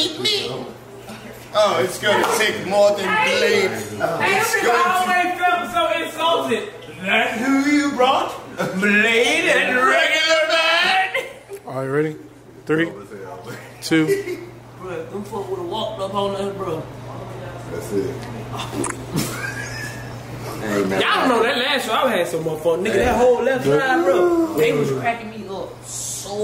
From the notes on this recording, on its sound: Recorded LIVE at The House of Blues Houston. Deliver a improv comedy show with a live band that will go down in history.